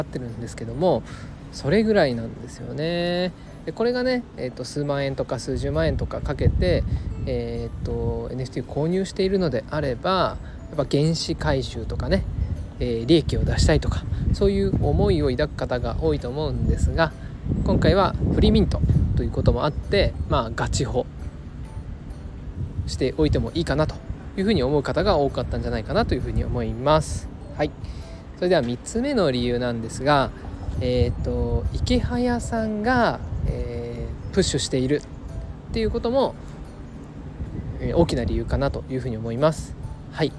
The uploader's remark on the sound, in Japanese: 外で録音しているので少し雑音が入っています。